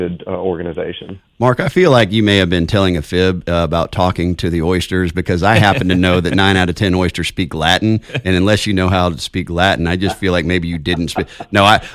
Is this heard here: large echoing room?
no